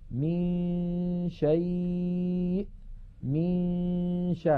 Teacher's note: من الميم ننتقل إلى مخرج الشين وننطق غنة من الخيشوم، فإذا انتهى زمن تلك الغنة نطقنا الشين.